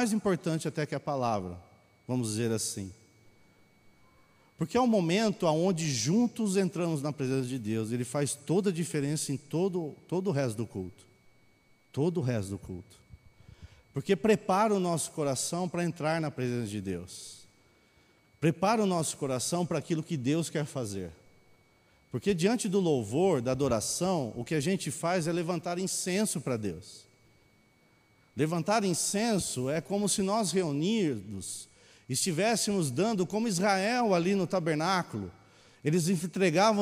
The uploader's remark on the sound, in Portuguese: Mensagem gravada na Bíblica de Botucatu